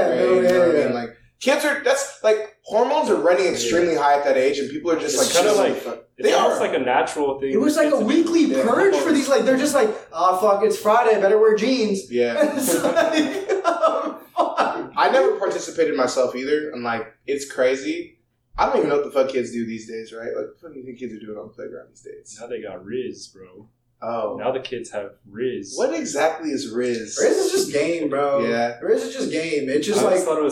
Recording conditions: poor sound quality